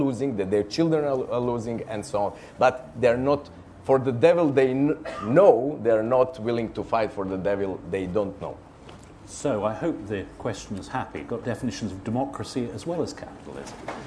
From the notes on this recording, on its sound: At Edinburgh International Book Festival.